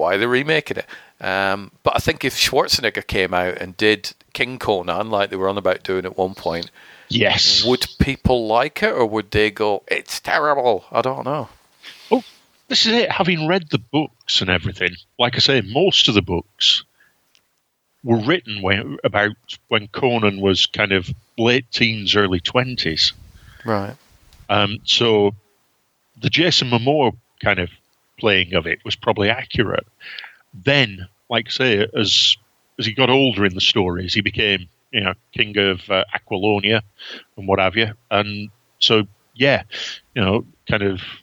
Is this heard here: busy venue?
no